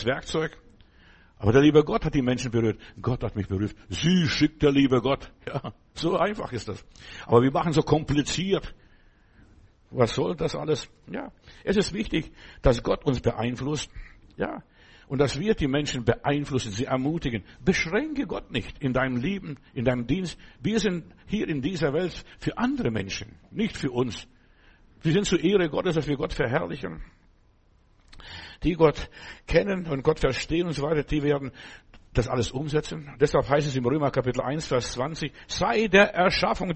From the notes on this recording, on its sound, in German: Januar 2024 im Gemeinde-Zentrum in Berlin aufgenommen.